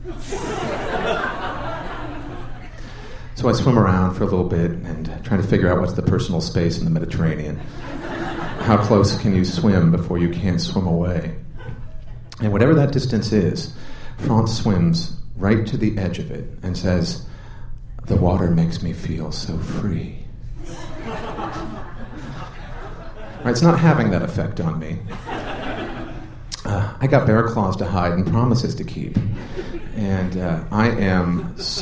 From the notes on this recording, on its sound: performed and recorded at The Moth